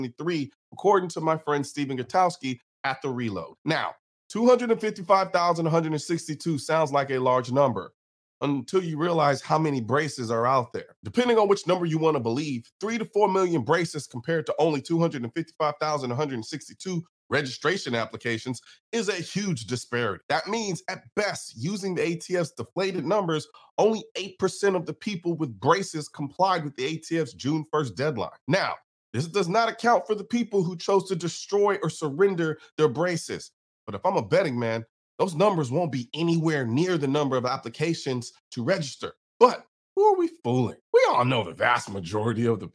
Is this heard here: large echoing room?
no